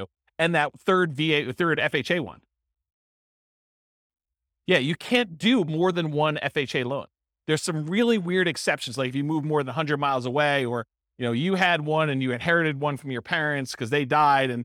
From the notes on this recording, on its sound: This was a live class recorded